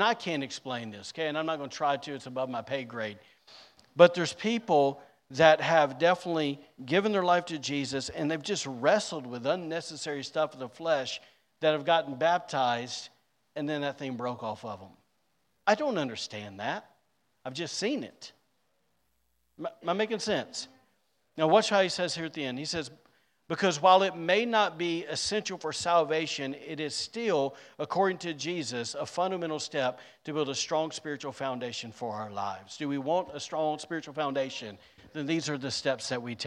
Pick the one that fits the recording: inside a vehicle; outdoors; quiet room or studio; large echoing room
large echoing room